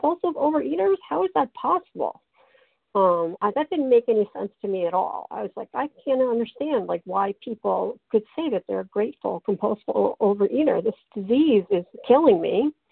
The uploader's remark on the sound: qualification from the 100 Pounders Phone Meeting